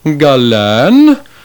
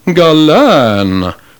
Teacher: In a performance in 408 BC of Euripides' tragedy, Orestes, the actor Hegelicus was reciting the line which was supposed to mean, "After the tempest I behold once more the calm." The word for calm in Greek is galan, with the upward glide of the acute accent on the last syllable · Shown in: first take · However, instead of saying galan, he said galan, with the upward and downward glide of the circumflex accent.